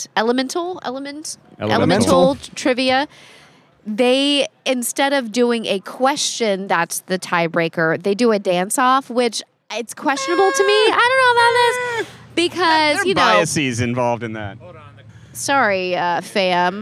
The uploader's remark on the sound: The gang comes to you live, in-person, TOGETHER from The Dew Drop Inn. The gang comes to you live, in-person, TOGETHER from The Dew Drop Inn , the site of the historic Chocolate City Brewing Company, the first black-owned brewery in D.C.